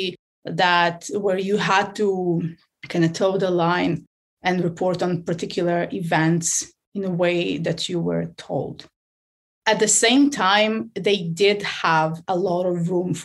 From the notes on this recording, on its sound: This episode was recorded on June 15, 2021 via Zoom.